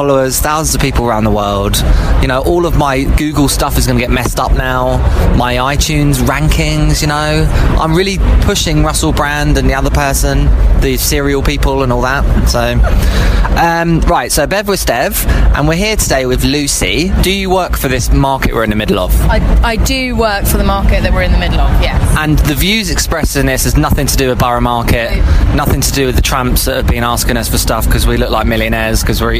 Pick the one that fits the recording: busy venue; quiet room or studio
busy venue